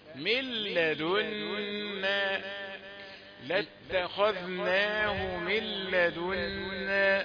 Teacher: مش الحكم إدغام، النون سكنة مدغمة في اللام